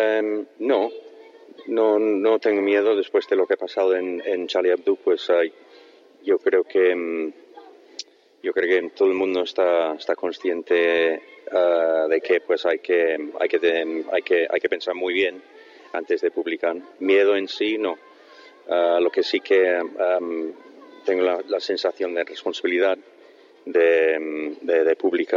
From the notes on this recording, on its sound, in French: emission en direct du Memorial de Caen pour les rencontres du dessin de presse